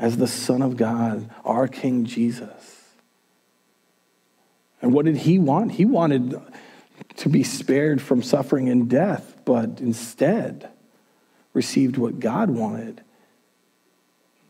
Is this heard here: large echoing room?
yes